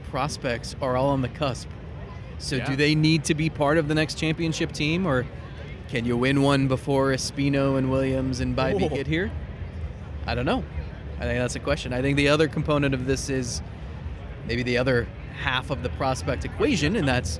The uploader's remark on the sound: record this week's episode in the middle of GuardsFest 2023